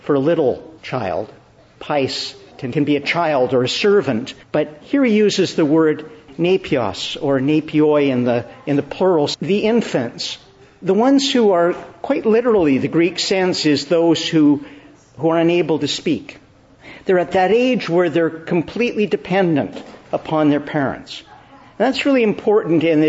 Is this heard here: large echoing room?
yes